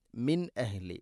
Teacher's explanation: സാക്കിന നൂനു ശേഷം ഹംസ ഇവ്ഹാർ ചെയ്യണം, വെളിവാക്കി ഉച്ചരിക്കണം